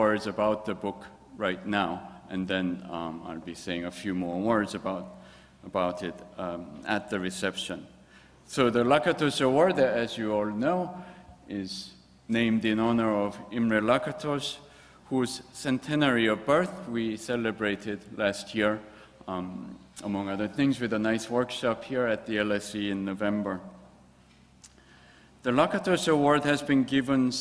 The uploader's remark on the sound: gives a public lecture